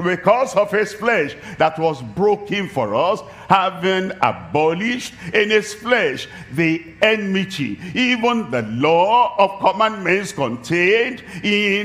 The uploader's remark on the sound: live from Douala, Cameroon.